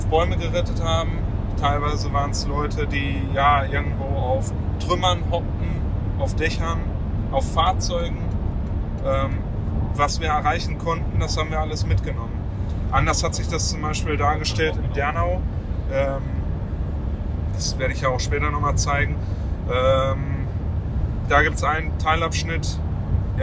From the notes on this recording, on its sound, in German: In Erftstadt, Ortsteil Blessem, wo die Reste der Burg neben der Kiesgrube standhaft geblieben sind. Während seiner Reportage-Reise durchs Ahrtal und entlang der Erft aufgenommen hat.